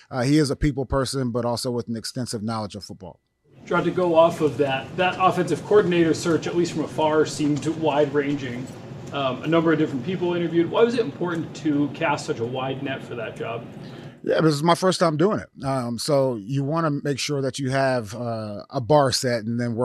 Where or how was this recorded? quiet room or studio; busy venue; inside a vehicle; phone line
busy venue